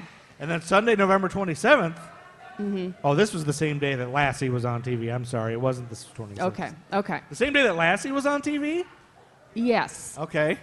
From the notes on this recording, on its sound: LIVE SHOW! Recorded at Coco and the Director as part of Charlotte Shout on the Queen City Podcast Network Stage.